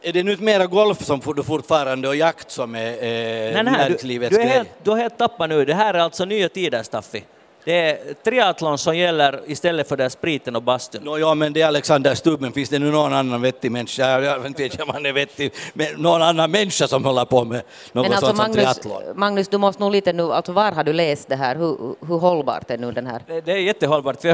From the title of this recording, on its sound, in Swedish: Podden Live från Bokmässan.